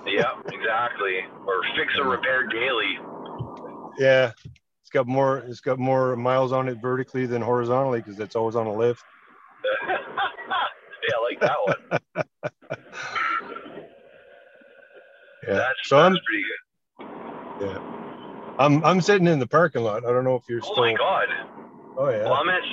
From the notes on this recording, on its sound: Learning how to Zoom while driving. Both trying to find their way to an off-site meeting. Try their best to master recording on the road and not getting lost in the streets of Winnipeg.